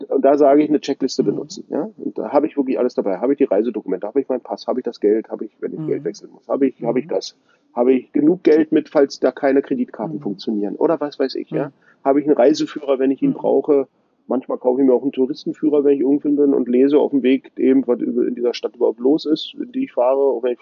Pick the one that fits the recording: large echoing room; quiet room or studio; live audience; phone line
phone line